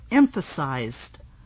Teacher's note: The unstressed vowels in the other syllables are often reduced, that is, spoken very quickly and quietly, like the A in emphasized.